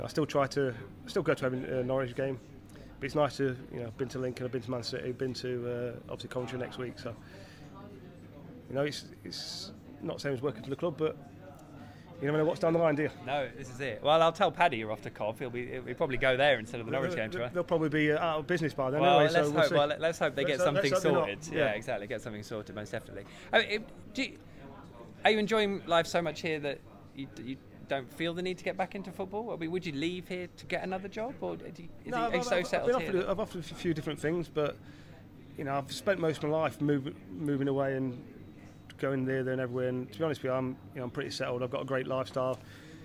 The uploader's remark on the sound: The PinkUn Show 171 is LIVE from Departure Lounge. All Canaries supporters are welcome every week to pop along to the pub and have their say live on the show.